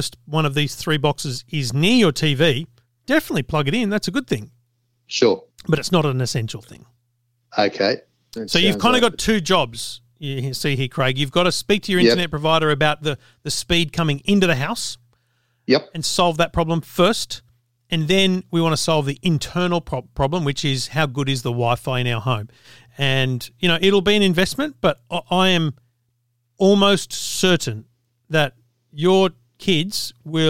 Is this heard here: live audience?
no